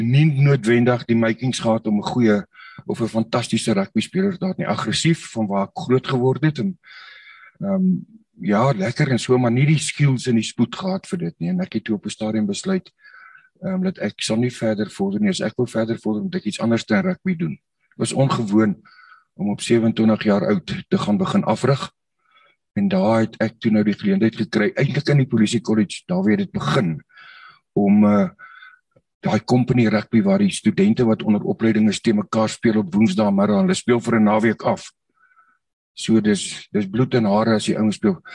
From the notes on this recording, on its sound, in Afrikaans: Zoom Byeenkoms 22 Maart 2022